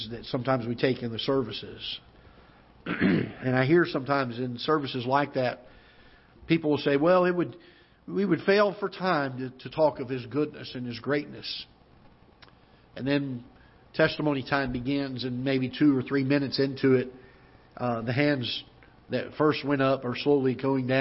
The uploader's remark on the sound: Ketha Heights Baptist Church ~ Live Broadcast.